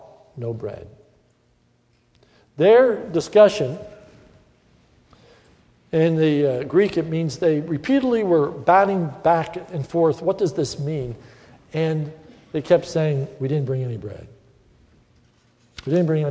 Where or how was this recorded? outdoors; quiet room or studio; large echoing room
large echoing room